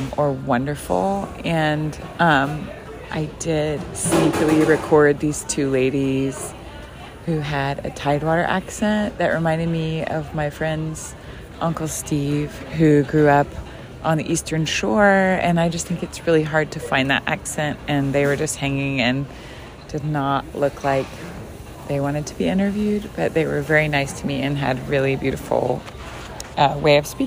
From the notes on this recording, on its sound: FIELD RECORDING: LABOR DAY COOKOUT